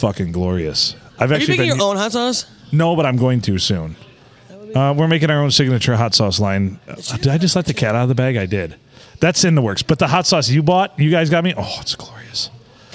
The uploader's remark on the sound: Recorded at the Blue Water "Sports" Bar and Grill on a Sunday.